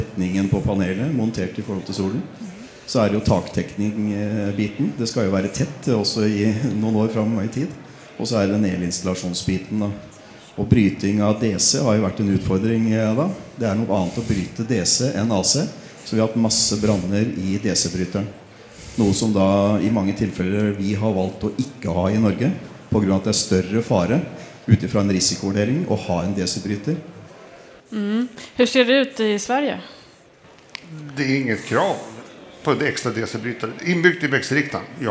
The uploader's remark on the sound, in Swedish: Elinstallapodden Live från Elfack